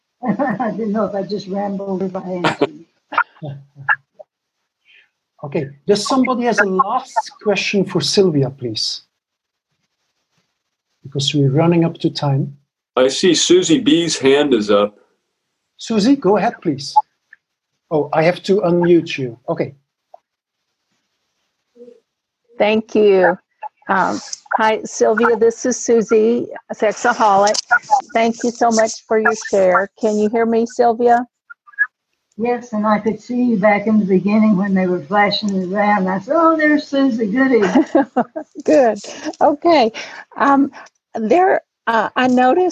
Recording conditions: video call